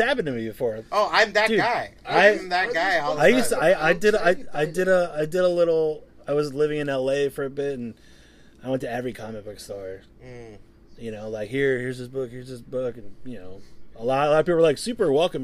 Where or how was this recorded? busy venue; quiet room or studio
busy venue